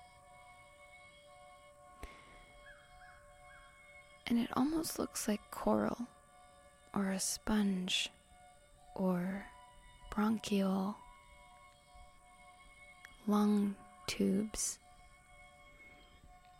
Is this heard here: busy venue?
no